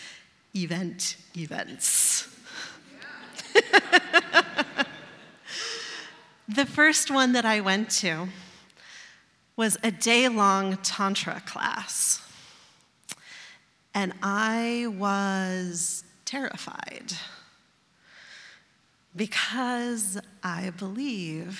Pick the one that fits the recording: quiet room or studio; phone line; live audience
live audience